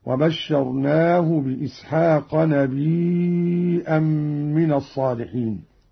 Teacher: همز قالون الياء وتصير عنده مدا متصلا يمد مقدار 4 حركات